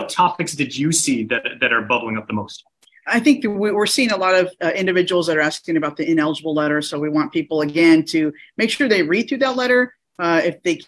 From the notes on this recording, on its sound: Disaster Recovery Virtual Workshop.